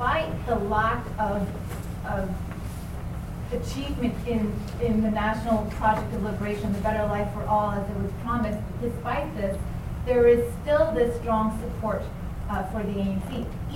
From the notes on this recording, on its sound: Presented in Racialized Landscapes 1 at the Dimensions of Political Ecology 2012: Conference on Nature Society at the University of Kentucky